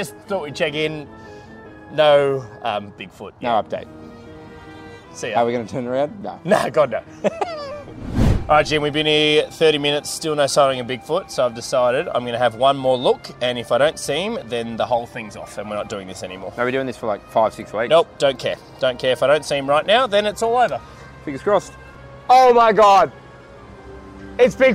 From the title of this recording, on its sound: Live From The Sydney Harbour Bridge!